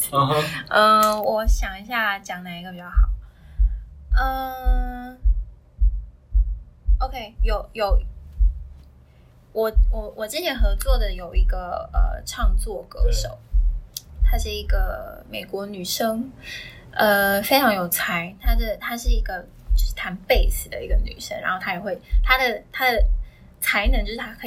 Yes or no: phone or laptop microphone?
yes